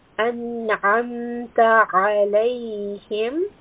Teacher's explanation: we have in an'amta and alayhim, we have the letter ayn. Ayn is from the throat.